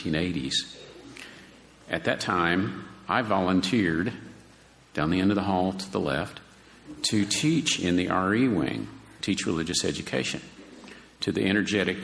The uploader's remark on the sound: sermon delivered on July 30, 2023